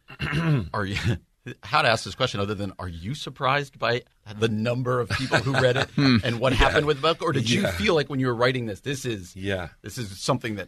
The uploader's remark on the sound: (1:09:29-1:18:56): We are joined via phone